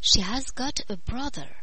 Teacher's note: Attention à bien prononcer « She has got a brother » en prononçant « has » avec la technique du H aspiré.